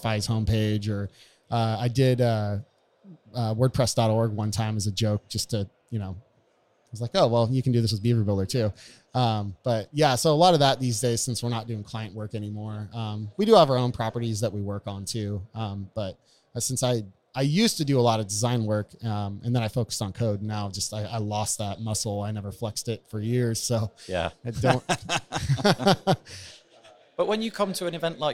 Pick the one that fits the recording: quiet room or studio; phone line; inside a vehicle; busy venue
busy venue